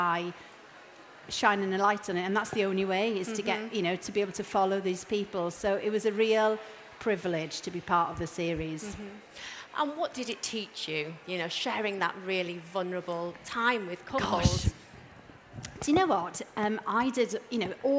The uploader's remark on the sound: At stylist live. As this session is recorded live at the Truman Brewery, you might hear a bit of background noise.